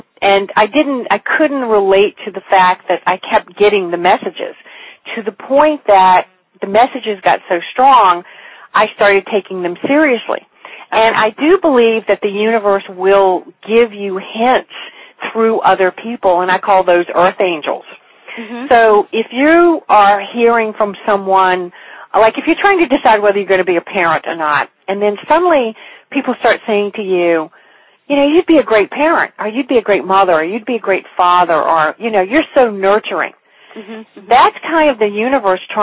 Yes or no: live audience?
no